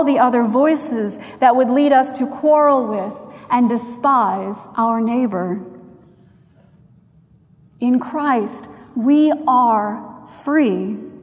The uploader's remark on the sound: At Trinity Presbyterian Church in Bixby, Oklahoma.